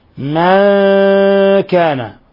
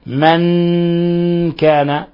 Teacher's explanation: إذا قرأت من كان فقد شددت، وهذا لحن، لأنهم عرفوا الإخفاء قالوا حالة، حالة بين الإظهار والإضغام، عار عن التشديد مع بقاء الغنة · Shown in: first take · فالإخفاء لا تشديد فيه بإجماع القراء.